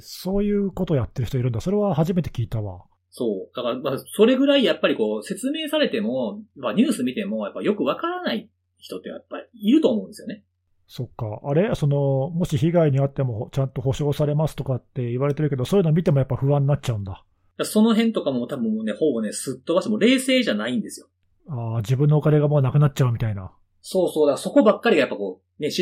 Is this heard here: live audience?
no